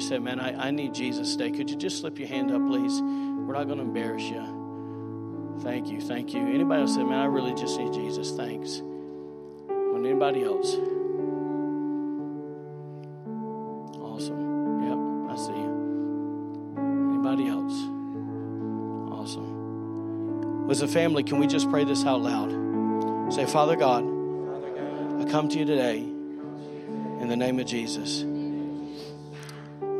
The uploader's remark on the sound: was recorded on Sunday, December 8, 2019, during service at The Anchor Church in Rockport, Maine